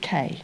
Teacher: we begin with a strong voiceless velar plosive, which is just a K to you and me.